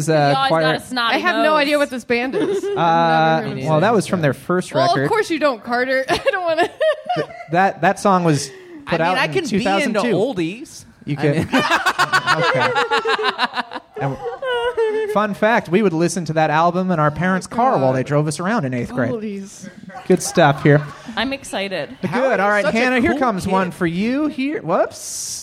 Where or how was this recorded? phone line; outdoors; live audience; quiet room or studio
live audience